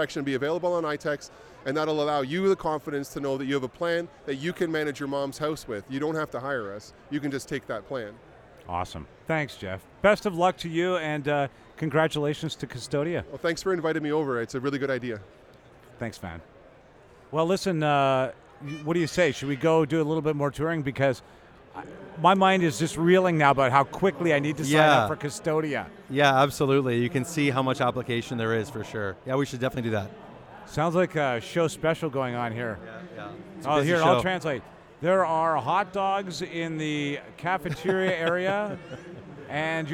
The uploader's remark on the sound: Live from the floor of Toronto Franchise Expo 2019. Do a show live from the 2019 Toronto Franchise Expo.